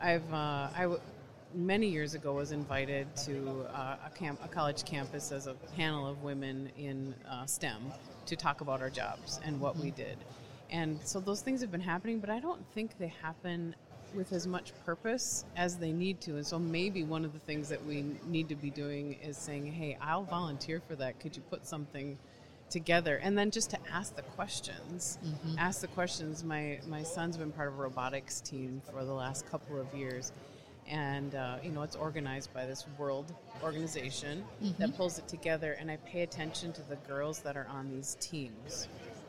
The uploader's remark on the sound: live from the floor of the 2019 NSC Expo